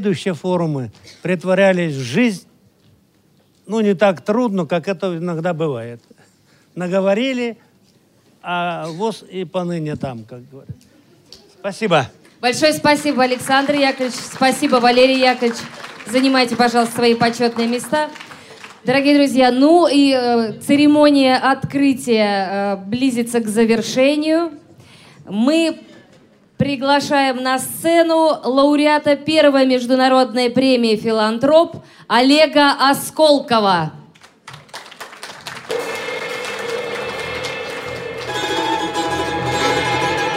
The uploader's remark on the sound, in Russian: Аудиозапись торжественной церемонии открытия мероприятия. Аудиозапись торжественной церемонии открытия Международного образовательного реабилитационного форума ВОС «Интеграция 2018».